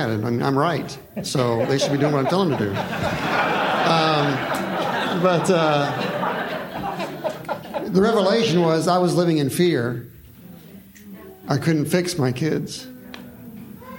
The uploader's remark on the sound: A parenting seminar from the Confluence 2023 conference.